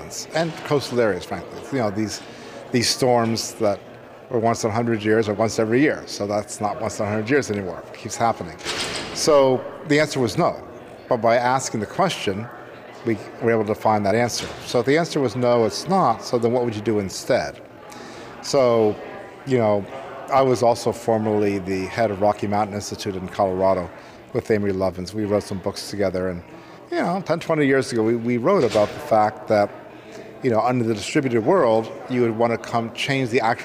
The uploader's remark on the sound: at the Hawaii Energy Conference